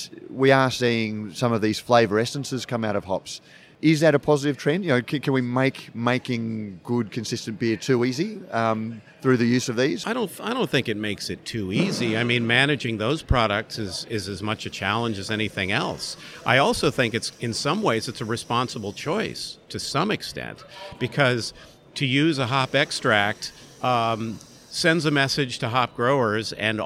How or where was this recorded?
busy venue